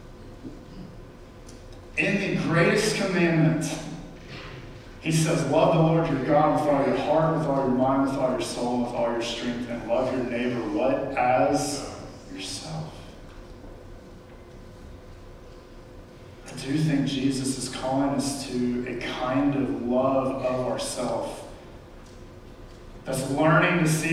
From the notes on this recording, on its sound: We Apologize for the Audio in this clip